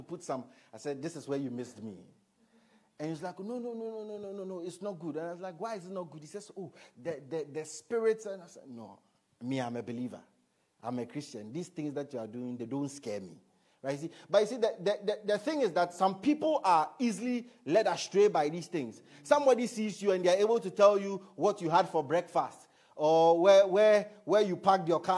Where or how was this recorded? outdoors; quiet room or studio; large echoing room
large echoing room